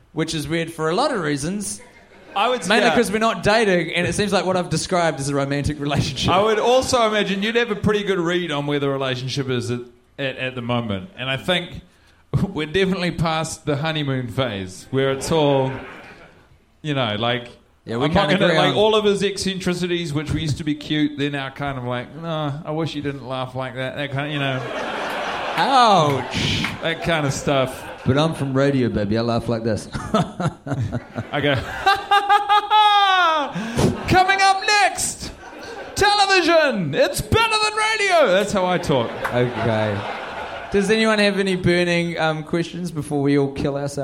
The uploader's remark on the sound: Question and Answer session at Cinefamily, LA. A packed out audience of about 150 fans had their opportunity to ask what needed to be asked. Here are the questions which were off-mic from the crowd.